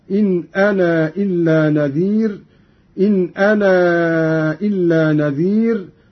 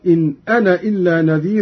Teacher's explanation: قرأ قالون بإثبات الألف وصلا ووقفا، بالخلاف في الوصل عند المد، فيصير عنده وصلا مدا منفصلا · Shown in: first take · هكذا: إن أنا إلا نذير، إن أنا إلا نذير، وله الحذف أيضا إن أنا إلا نذير كحفص.